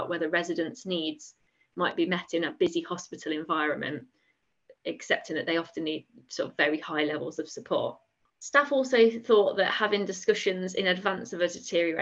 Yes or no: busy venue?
no